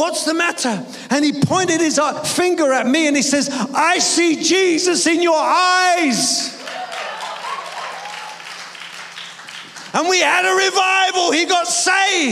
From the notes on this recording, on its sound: preaching at a Church in Thailand